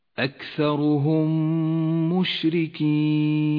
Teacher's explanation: الميم الساكنة بعدها ميم متحركة تدغمان فتصيران ميما واحدة مشددة لونت بالأخضر لأنها تغن بمقدار حركتين · Term: الإدغام الشفوي المتماثل